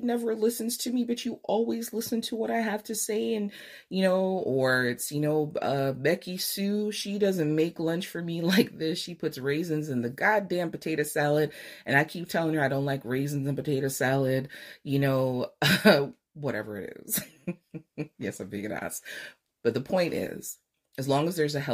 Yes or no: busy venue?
no